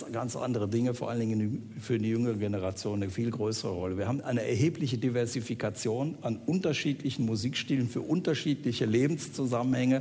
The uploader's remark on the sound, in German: Live aus dem Schloss Gottesaue in Karlsruhe.